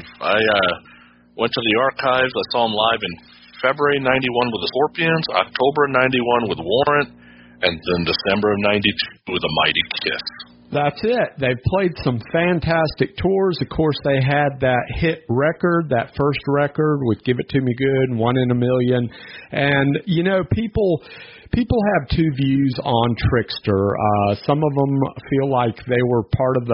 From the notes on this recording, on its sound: We jumped on the phone.